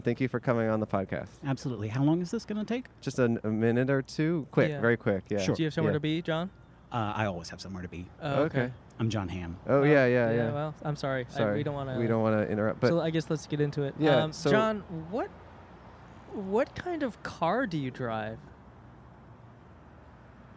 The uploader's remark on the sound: Recorded on Brand Blvd in Glendale, California.